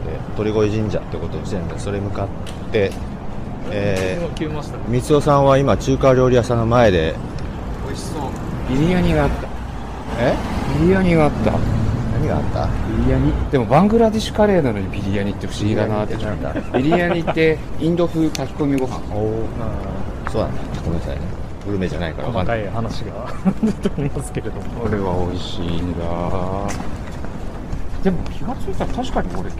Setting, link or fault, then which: setting, outdoors